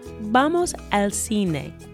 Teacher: So usually instead of saying a el, because you have those two vowels so close, it just sort of gets smushed together and becomes a contraction